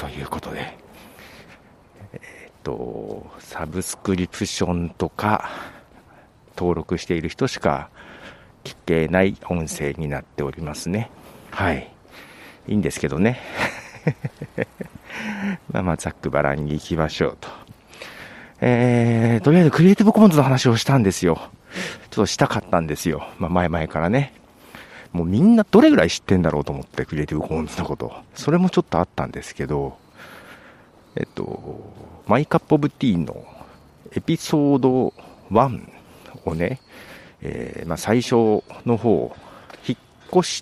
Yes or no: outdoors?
yes